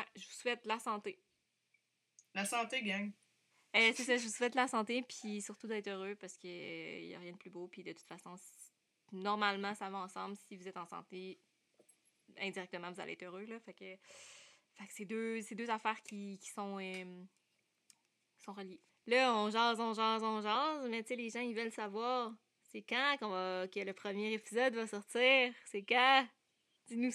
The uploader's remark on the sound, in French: Certains ajustements audio seront faits dans les prochains enregistrements.